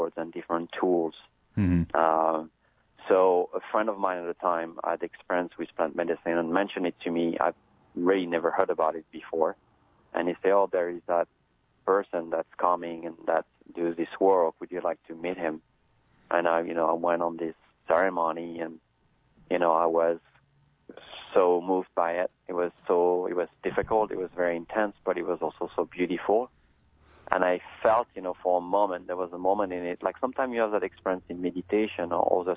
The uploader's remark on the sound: We converse by telephone.